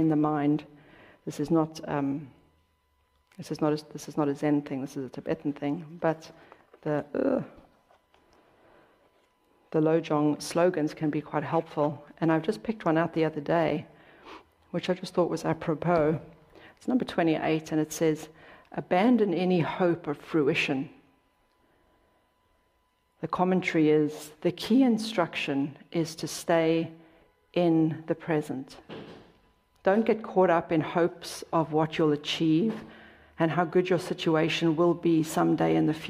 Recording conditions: large echoing room